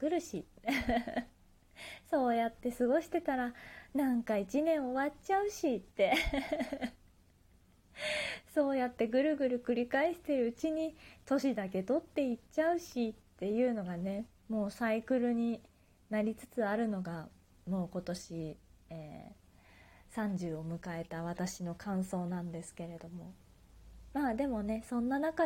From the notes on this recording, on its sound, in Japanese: 自宅でスマホによる収録のため様々な騒音が収録されています。キッチンのすみっこで。